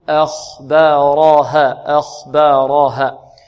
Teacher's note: والهاء هذه نقف عليها بمقدار حركتين بدون زيادة على حركتين وبدون أن نختمها بهمزة